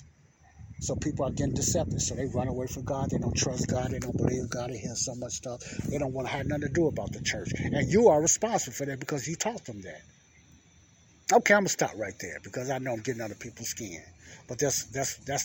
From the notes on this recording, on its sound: this is my outside talk